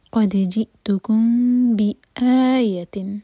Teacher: اخفاء شفوی میم کو ہولڈ کریں گے لیکن ہوٹو کو ٹائٹ بند نہیں کریں گے قد جی توکم بی آیتن a Hamza per cut off sound